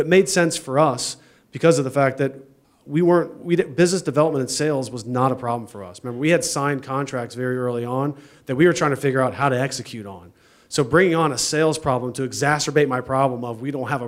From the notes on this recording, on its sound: This is the audio recording from the live event